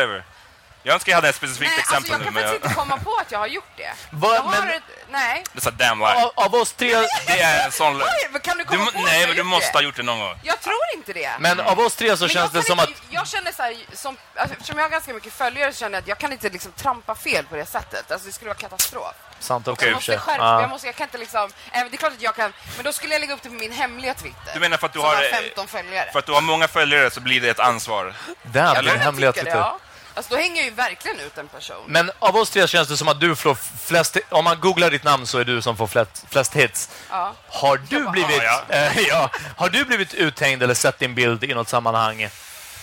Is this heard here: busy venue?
yes